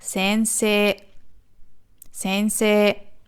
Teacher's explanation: Das I, das hinten dran ist, nach dem Se, verlängert nur das E. Es wird nicht extra als I ausgesprochen.